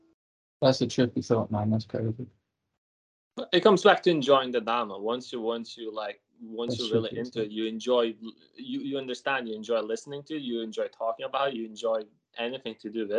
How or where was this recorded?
video call